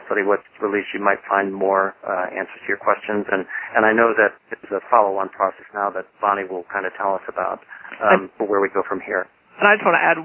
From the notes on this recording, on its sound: Call recorded on April 12, 2012.